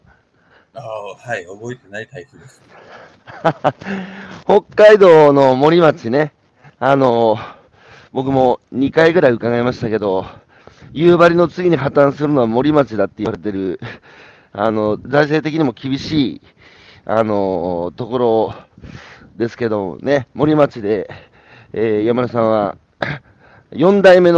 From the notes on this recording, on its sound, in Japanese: 歩きながら1時間、対談する